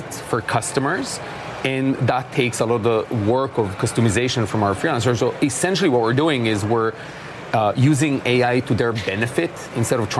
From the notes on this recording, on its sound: live from the New York Stock Exchange